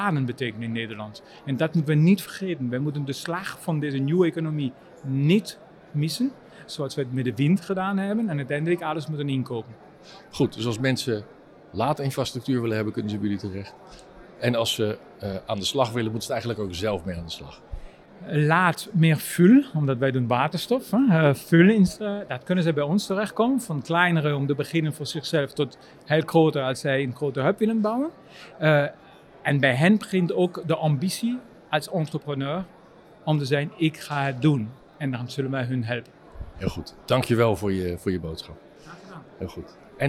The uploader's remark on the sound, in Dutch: Bij het iTanks Waterstof010 Café op 14 april 2023